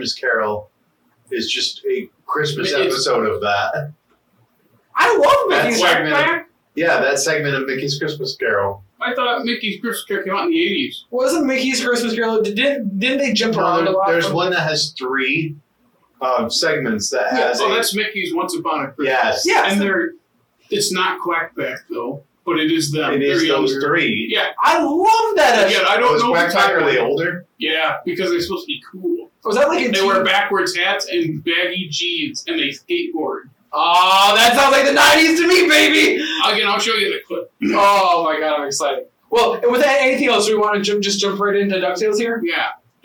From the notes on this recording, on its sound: OUR AUDIO WAS CORRUPTED!